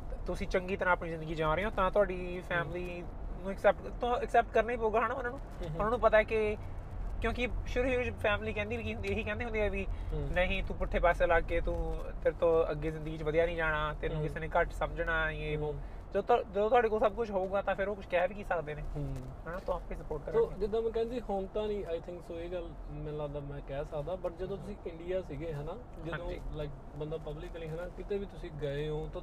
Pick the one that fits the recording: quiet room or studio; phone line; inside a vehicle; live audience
inside a vehicle